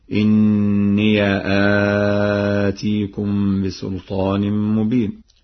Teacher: قرأ ورش بفتح الياء